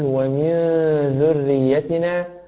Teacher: وكذلك في قوله تعالى في الآية الثانية: ومن ذريتنا أيضا إخفاء حقيقي ونون ساكنة وأتى بعدها حرف الذال، فعليك أن تقول ومن ذريتنا.